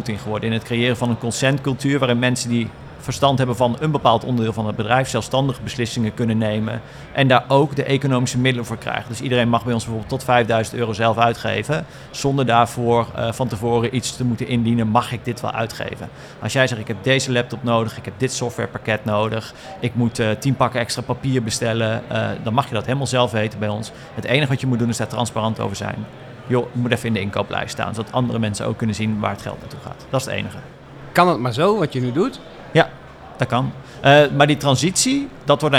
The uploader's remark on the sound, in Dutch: De podcasts zijn live opgenomen in de Podkas van de Gemeente Groningen tijdens de Promotiedagen in Martiniplaza.